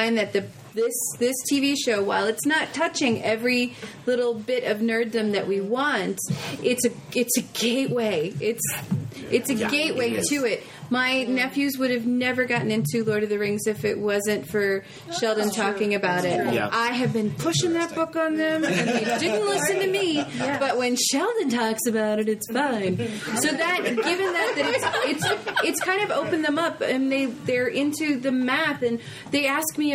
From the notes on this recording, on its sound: (A Farpoint 21 Panel)